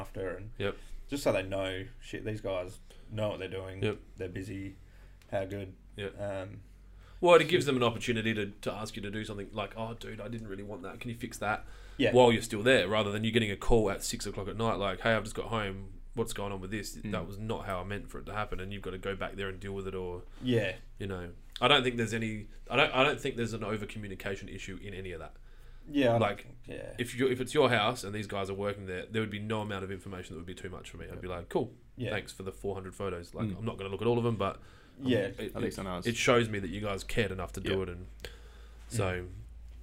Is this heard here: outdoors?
no